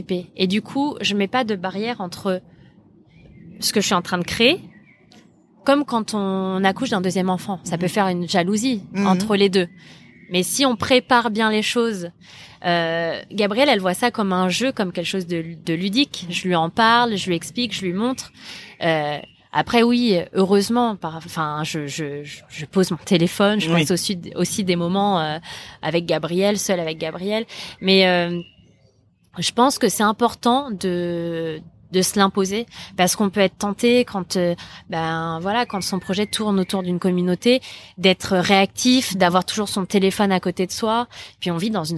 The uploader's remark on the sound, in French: J’ai enregistré cet épisode sous une belle matinée de juillet ensoleillée, sur la terrasse. Le chant des oiseaux nous a accompagné tout le long, ce fut très agréable !